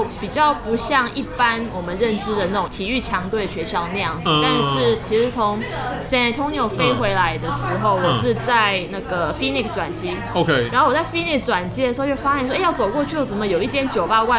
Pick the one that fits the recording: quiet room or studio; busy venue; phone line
busy venue